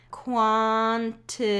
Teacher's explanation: Quantity has a pronunciation that includes a tap T or a flapped T, however you want to call it.